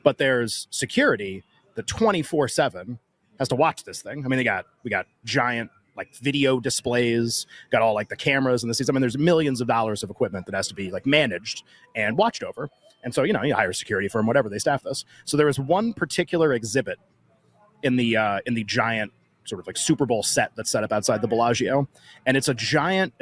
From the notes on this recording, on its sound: LIVE from Las Vegas at the Mandalay Bay!